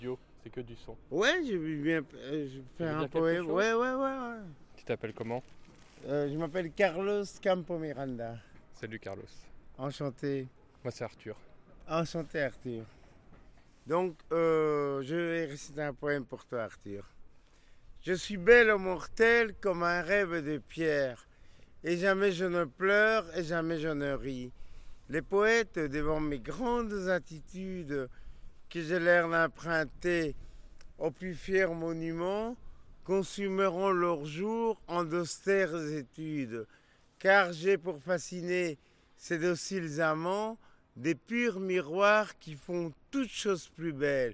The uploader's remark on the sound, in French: Paysage sonore vers le centre-ville de Bruxelles. Ce soir une émission préparée dès l'aube. Le soleil se lève sur tois gars pas frais dont les oreilles découvrent une biodiversité des voix et des sons, une jungle de possibles quand la ville s'est arrêtée de nous battre les tympans. Monte sur son vélo avec son casque audio; il se fait paysager sonore du centre-ville, en suivant le son qui parle et ce que ceux qui y vivent lui racontent.